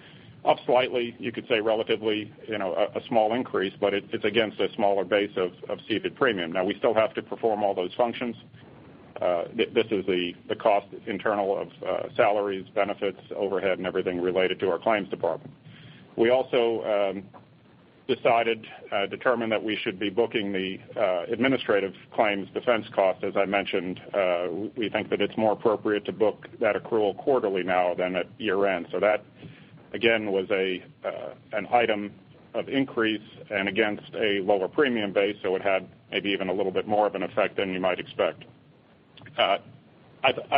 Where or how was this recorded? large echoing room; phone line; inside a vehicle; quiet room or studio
phone line